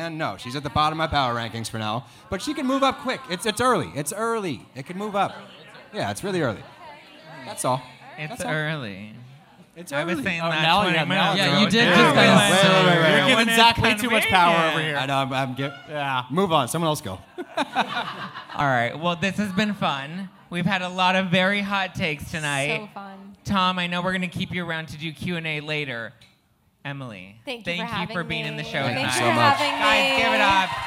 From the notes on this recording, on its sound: an exclusive snipped of our NYC live show